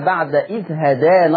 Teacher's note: هدانا طبعا هنا التقليل خاص بالألف، الألف اللي قبل النون، لأن أصلها كلمة هدى، هدى الألف بدأت هدى هي اللي بفاها فتح وإيه وتقليل.